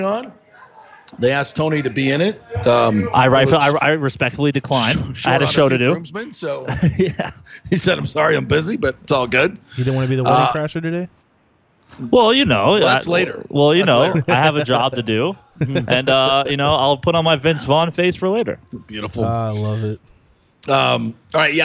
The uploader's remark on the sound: opens his show LIVE from Oak and Stone